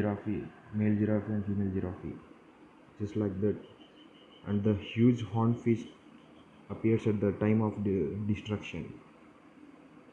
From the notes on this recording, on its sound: Please ignore my bad English and background noise.